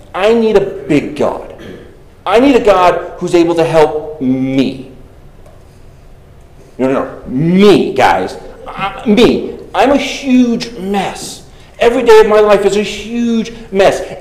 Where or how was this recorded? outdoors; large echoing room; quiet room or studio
large echoing room